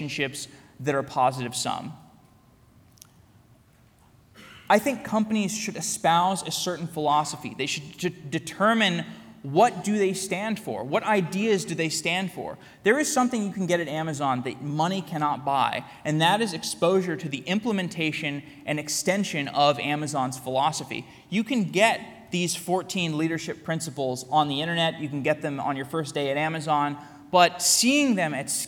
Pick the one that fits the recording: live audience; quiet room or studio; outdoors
live audience